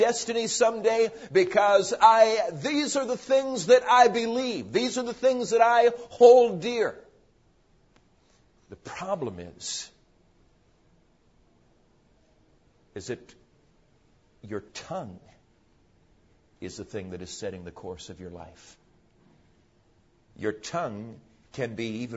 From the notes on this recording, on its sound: PREACHED AT CARBONDALE CONFERENCE